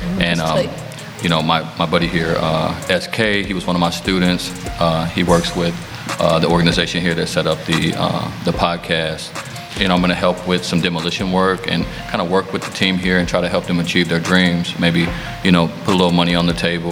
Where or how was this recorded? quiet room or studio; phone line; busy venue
busy venue